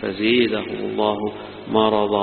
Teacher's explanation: فزادهم هذه يفتحها الجمهور ويميلها ابن عامر بخلف عن هشام